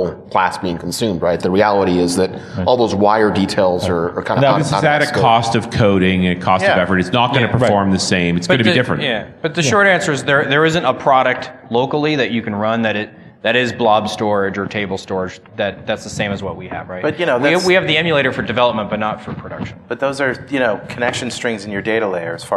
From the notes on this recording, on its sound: Another panel discussion from DevConnections.